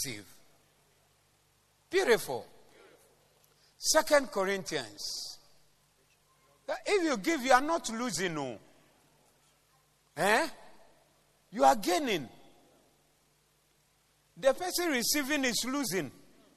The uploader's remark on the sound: Preached at the Zeloo Service